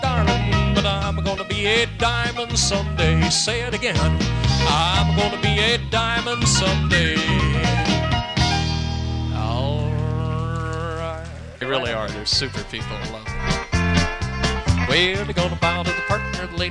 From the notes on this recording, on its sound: live dance recording